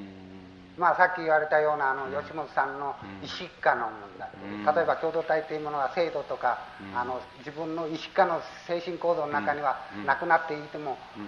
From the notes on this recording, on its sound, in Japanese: 場所：北九州市小倉・毎日会館ホール。北九州小倉にある書店、金榮堂の 創立65周年記念として行われた。暑いなか450名がかけつけた。音源は主催者提供。かなりクリア。